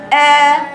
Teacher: هاتي الهمزة من أقصى الحلق